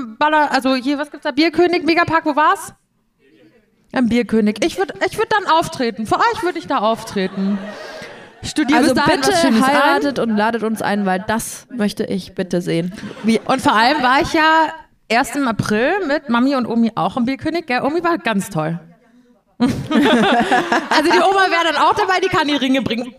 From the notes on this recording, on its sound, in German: Einen Live Auftritt von uns vergangene Woche auf dem Poddifest in Köln. Unser bisher größtes Publikum, dass wir eine Stunde lang beschallen durften.